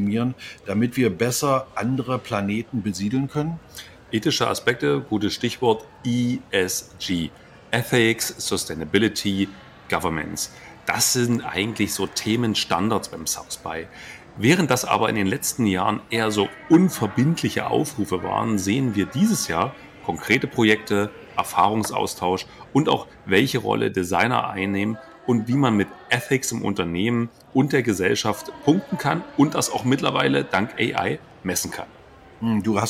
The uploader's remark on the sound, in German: Starten zwischen zwei Cappuccini auf dem Flughafen in Houston.